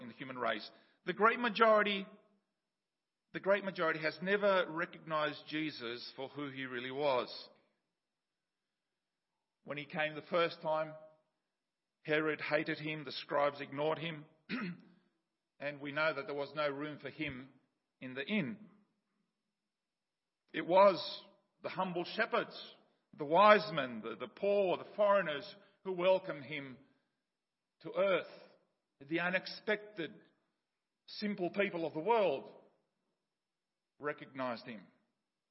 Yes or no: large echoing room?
yes